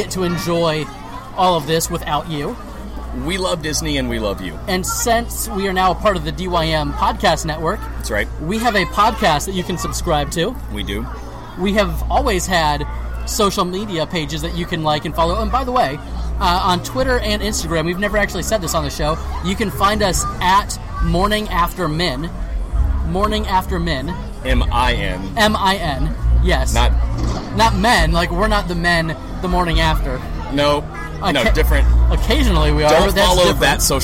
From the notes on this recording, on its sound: We were broadcasting LIVE from the happiest place on earth, Walt Disney World. Our wives and kids were with us, and we were only interrupted by fireworks one time!